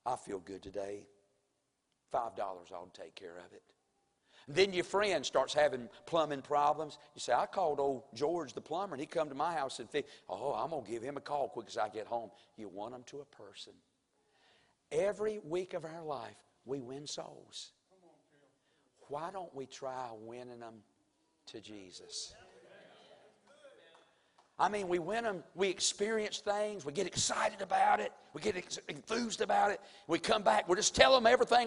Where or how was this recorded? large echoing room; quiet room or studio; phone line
large echoing room